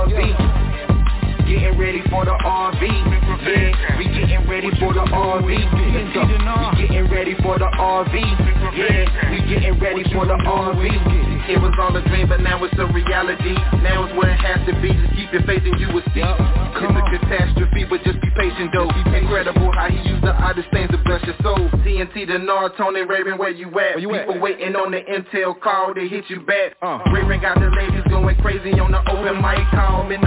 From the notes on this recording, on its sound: Conference Call